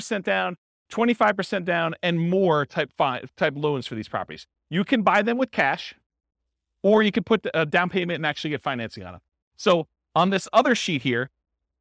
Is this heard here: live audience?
yes